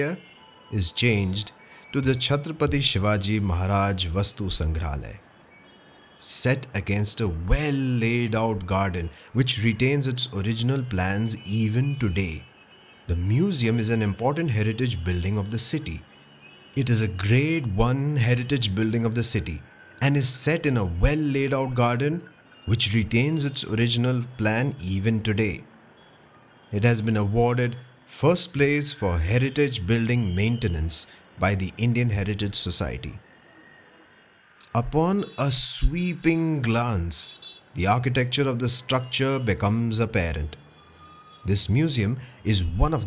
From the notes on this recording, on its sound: On this sound journey through the roads, streets, bylanes of South Mumbai. You and I will visit some prominent buildings, landmarks and food joints with actual ambient sounds and noises. Watch your step as we cross streets and avoid traffic as we go about on this storytelling tour around the Flora fountain & Hutatma Chowk in the Fort area of South Mumbai.